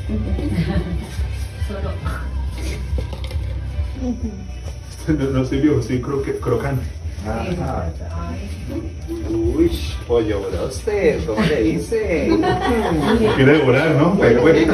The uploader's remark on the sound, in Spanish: Este mensaje fue grabado desde la mesa de los santos en nuestro tercer retiro del año.